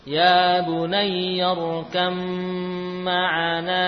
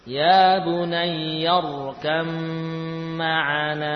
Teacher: Ba bertemu mim dibaca idgham. Ba-nya hilang, ya. Lalu masuk ke dalam huruf mim dengan sempurna, gunnahnya juga nampak jelas.